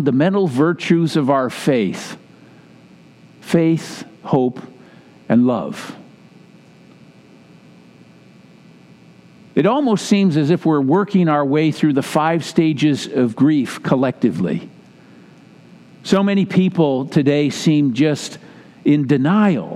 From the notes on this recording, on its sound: Message delivered during the Classic Service.